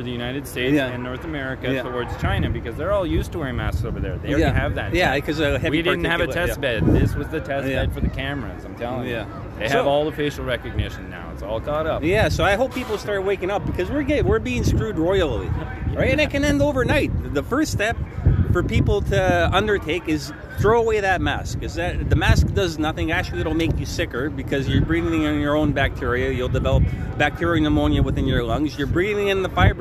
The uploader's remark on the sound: Live interviews at a freedom protest in Toronto, Canada